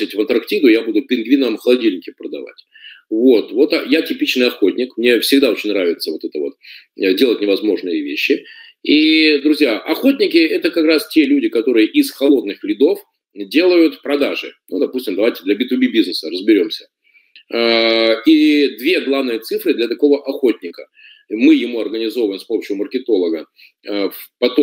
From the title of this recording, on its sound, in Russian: Запись вебинара